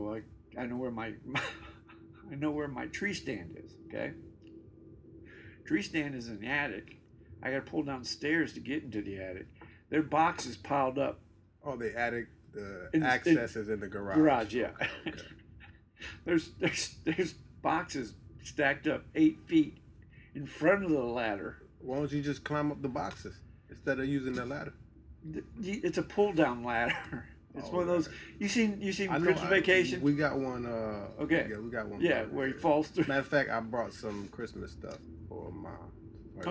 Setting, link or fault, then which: fault, poor sound quality